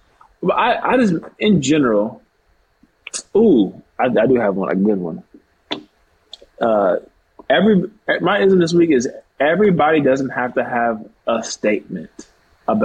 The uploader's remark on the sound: sorry for the audio quality!